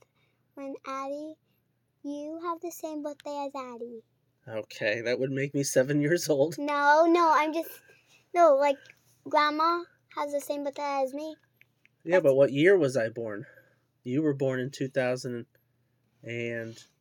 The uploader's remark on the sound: it's freaking cold in the garage where I record, so the heater is a lot louder in the background than I wanted.